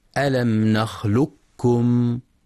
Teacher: وفي قوله تعالى ألم نخلقكم من ماء مهين، في كلمة نخلقكم جاء بعد القاف الساكنة كاف متحركة تقرأ لحفص بالإدغام الكامل بذهاب صوت القاف تماما وتبقى الكاف مشددة